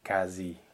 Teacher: The QU in French is not KW like it would be in Italian. And it's also not a KV like it would be in German. · Term: just a K